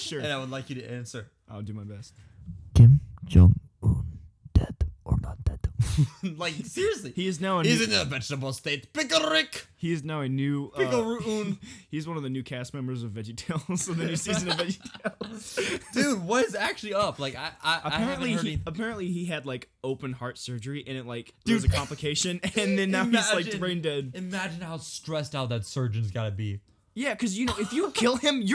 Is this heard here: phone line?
no